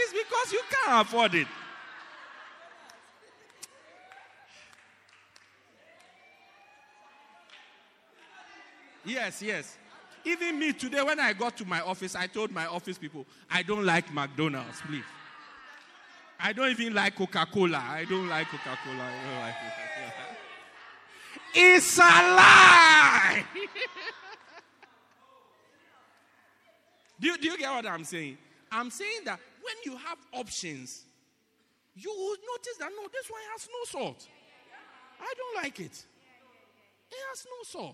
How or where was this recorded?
large echoing room